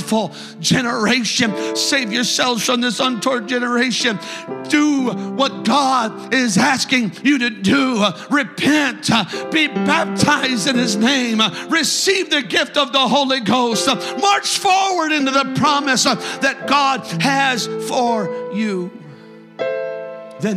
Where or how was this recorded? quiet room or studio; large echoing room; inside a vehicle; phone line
large echoing room